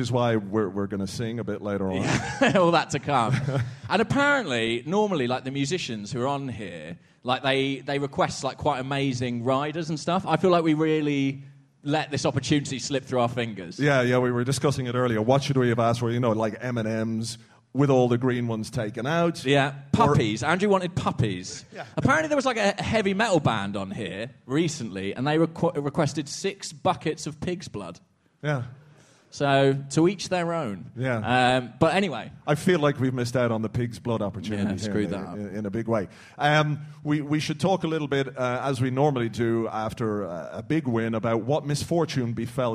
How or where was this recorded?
live audience